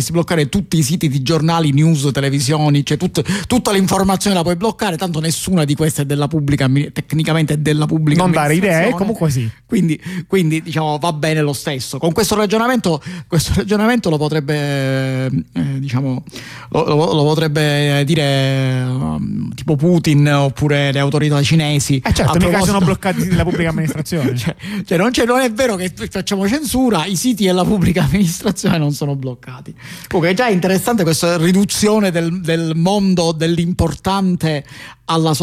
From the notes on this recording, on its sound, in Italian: ne parliamo al telefono con due compagni